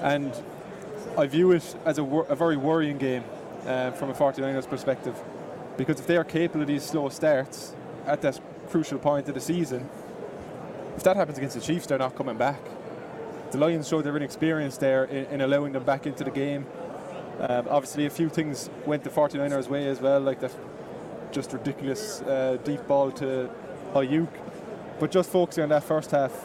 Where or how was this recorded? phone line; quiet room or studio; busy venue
busy venue